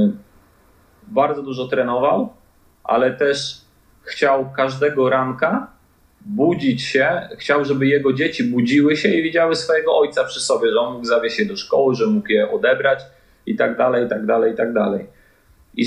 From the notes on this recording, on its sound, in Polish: Wybaczcie problemy z dźwiękiem. Nawet nie zwrócisz uwagi na drobne mankamenty techniczne.